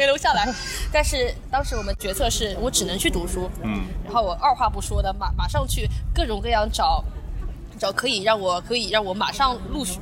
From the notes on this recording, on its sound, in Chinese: 户外录音，稍有杂音，多谢谅解